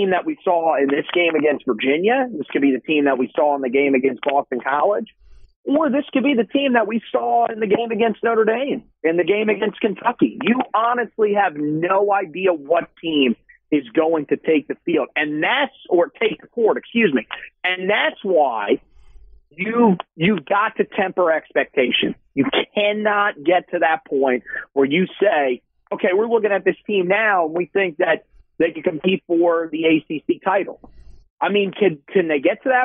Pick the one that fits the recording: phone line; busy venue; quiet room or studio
phone line